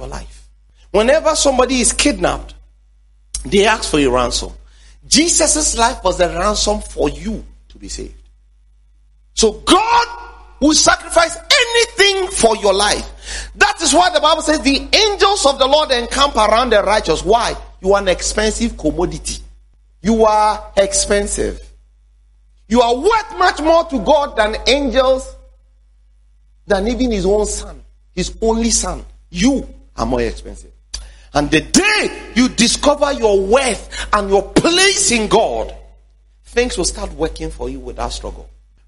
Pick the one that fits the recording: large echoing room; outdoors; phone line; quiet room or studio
large echoing room